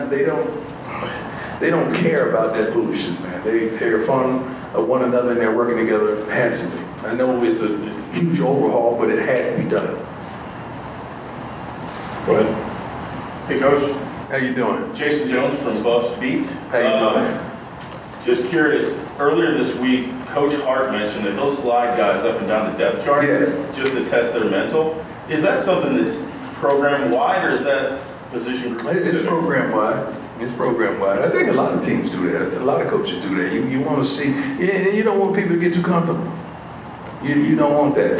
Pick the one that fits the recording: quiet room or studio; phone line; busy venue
busy venue